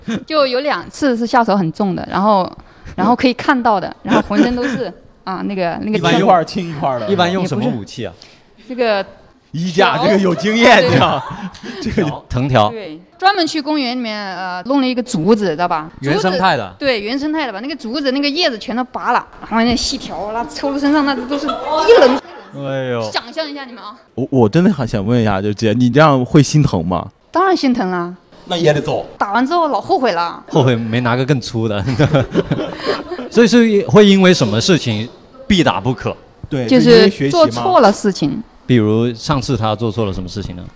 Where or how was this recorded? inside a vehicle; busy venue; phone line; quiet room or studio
busy venue